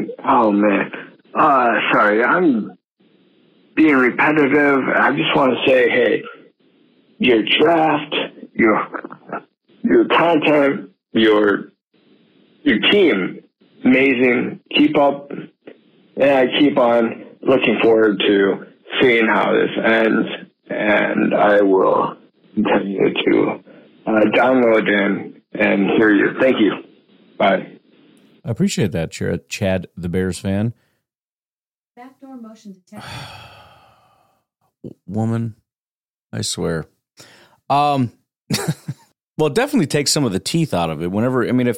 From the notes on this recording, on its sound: Fans call in with their passionate reactions